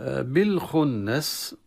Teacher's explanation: لام التعريف هنا لام تظهر عند الخاء. الخنس النون المشددة حكمها الغنة بمقدار الحركتين، والغنة مصدرها الخشوم.